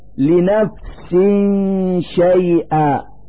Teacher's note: في هذا المثال كسرتان تحت السين من كلمة نفس، نلفظ هاتين الكسرتين نونا ساكنة من مخرج الشين من كلمة شيئا، فنقول لنفس شيئا مع إظهار الغنة التي تدل على نون ساكنة.